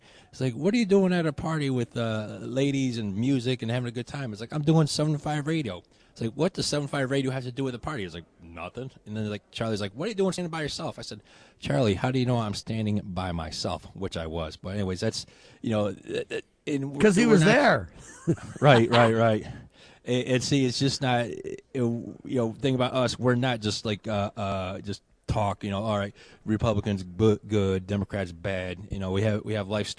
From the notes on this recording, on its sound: Live From CPAC